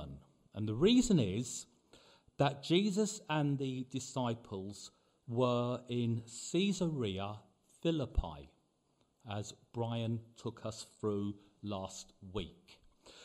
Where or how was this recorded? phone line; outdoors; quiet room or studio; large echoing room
large echoing room